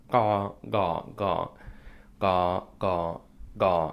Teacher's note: Ga, ga, ga, ga. With the ga, ga, it should feel a little bit lower back, lower down. Ga, ga, ga, ga, ga, ga.